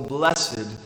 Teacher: when we pronounce it with the fanciful accent on the second syllable, "blessed." And the Greek word is sometimes translated as honored or favored.